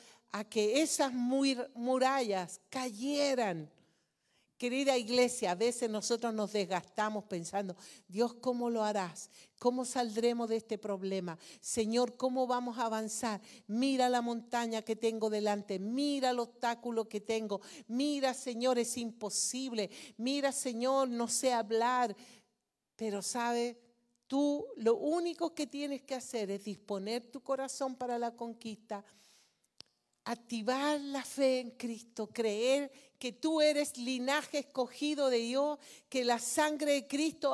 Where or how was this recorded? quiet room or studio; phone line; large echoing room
large echoing room